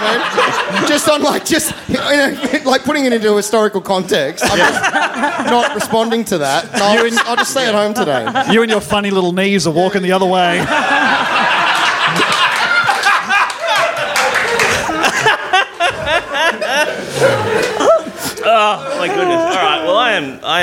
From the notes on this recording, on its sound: Recorded Live at Improv Theatre Sydney.